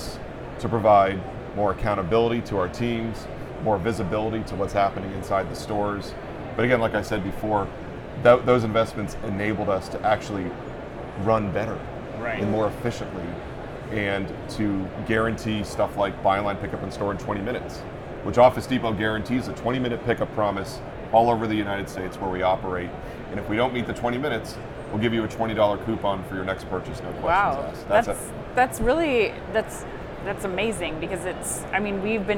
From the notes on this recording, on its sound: Live From NRF 2024